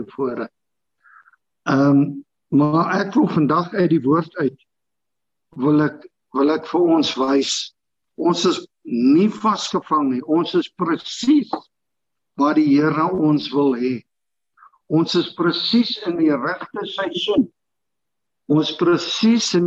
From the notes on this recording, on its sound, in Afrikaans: Manne van die Woord Zoom Byeenkoms 17 Maart 2022